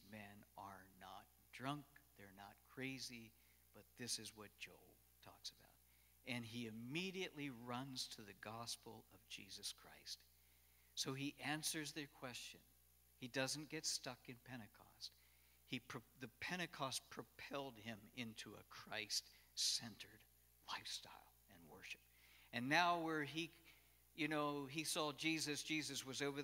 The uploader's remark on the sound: Cornerstone Fellowship Sunday morning service, recorded live at the church.